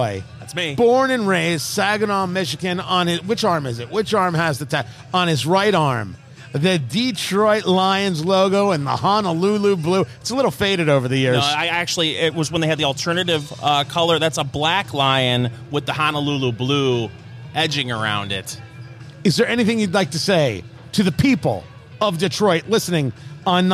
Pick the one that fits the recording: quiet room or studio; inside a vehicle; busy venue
busy venue